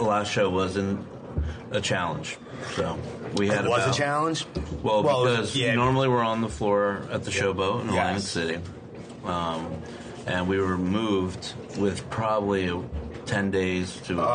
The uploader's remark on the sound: I met him at a quiet diner in Somerset, New Jersey